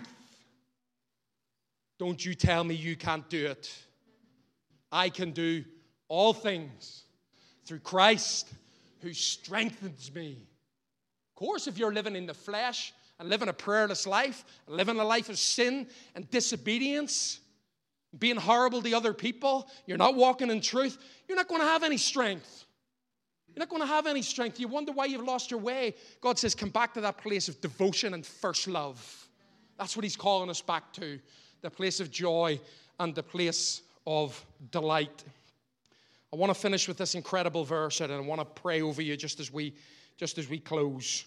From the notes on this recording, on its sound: Recorded on Sunday, October 15th, 2023, during service at The Anchor Church in Rockport, Maine.